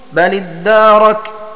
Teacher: بتشديد الدال وفتحه وإثبات ألف بعده وجعل الهمزة قبله همزة وصل.